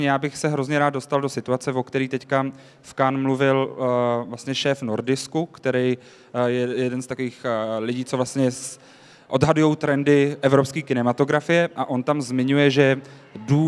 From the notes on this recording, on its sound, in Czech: Kulturák se poprvé vydal před živé publikum. Na Letní filmové škole v Uherském Hradišti.